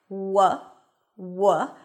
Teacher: The W is produced as the lips go forward and the tongue pulls back a bit. W pushes down.